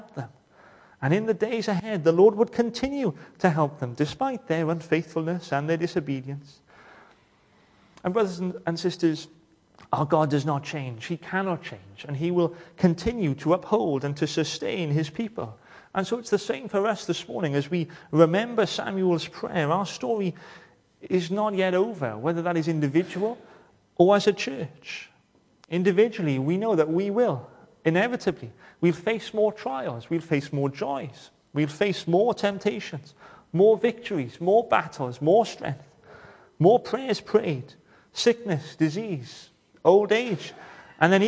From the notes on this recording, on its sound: welcome to Bethel Evangelical Church in Gorseinon and thank you for checking out this weeks sermon recordings